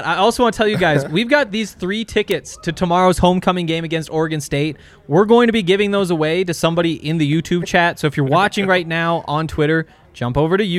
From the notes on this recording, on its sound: come to you LIVE from the DNVR Bar